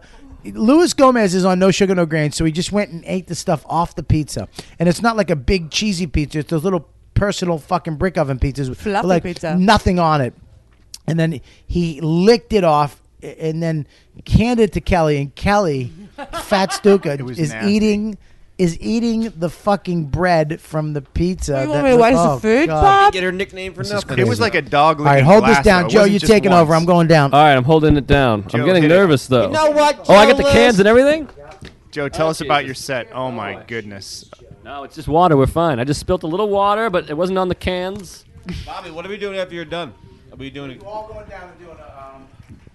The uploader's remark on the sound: Recorded backstage at the Jersey City Comedy Festival.